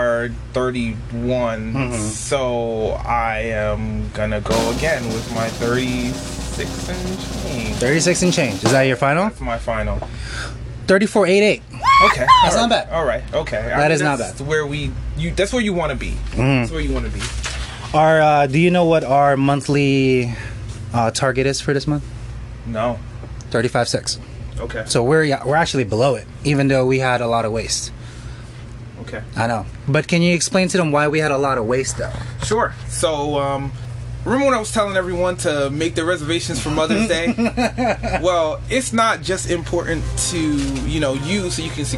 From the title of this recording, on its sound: Live In Restaurant